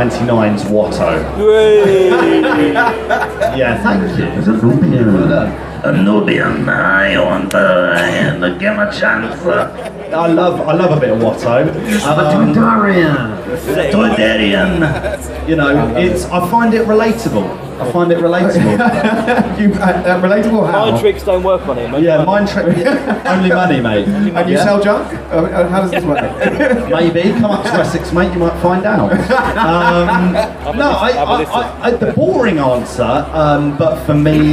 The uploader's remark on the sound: LIVE Sessions from Portsmouth Comic Con 2023. Ended with a LIVE quiz from the event's main stage!